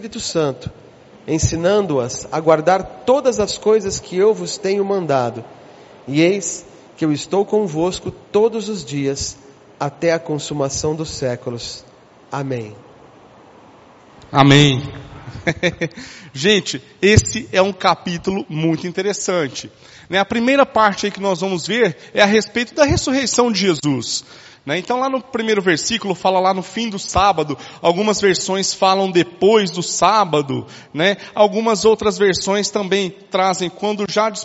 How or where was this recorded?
large echoing room